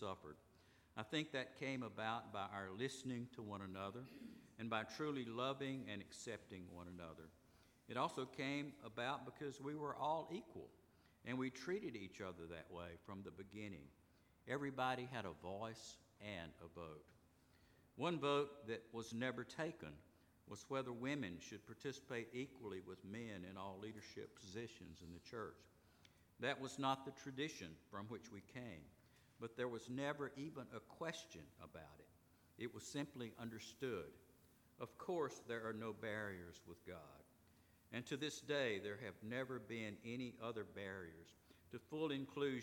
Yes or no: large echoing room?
yes